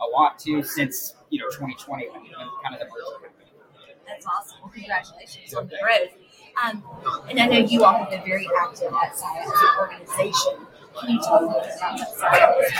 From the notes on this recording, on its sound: Live at the SIIA 2022 Engage Conference